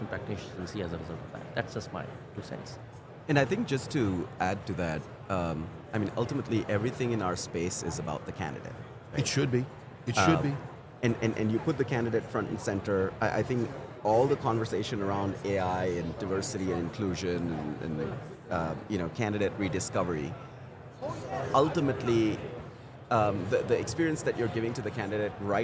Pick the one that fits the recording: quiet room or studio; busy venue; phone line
busy venue